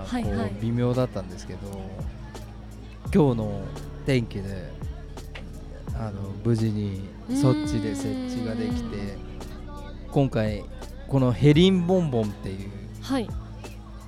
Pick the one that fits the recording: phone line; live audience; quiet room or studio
live audience